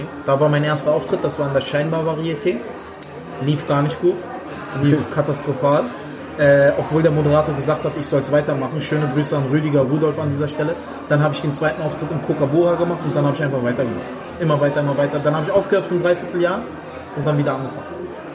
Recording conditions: busy venue